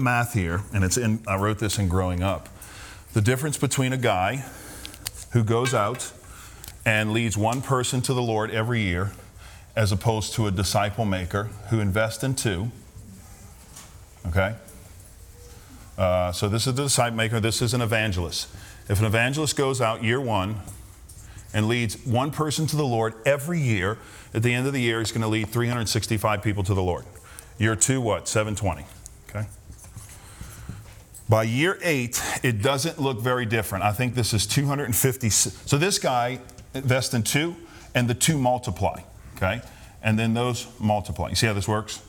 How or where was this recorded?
live audience